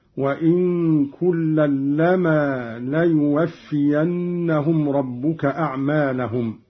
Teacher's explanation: قرأ قالون بإسكان النون مخففة ويصير عنده إخفاء حقيقيا. لما بتخفيف اللام هكذا.